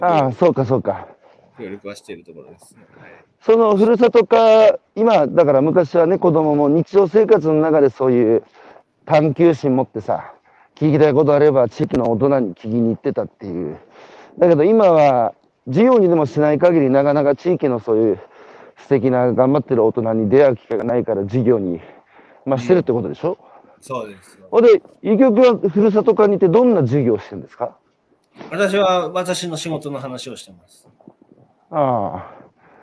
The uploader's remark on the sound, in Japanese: 岩手県大槌町。歩きながら1時間、対談する。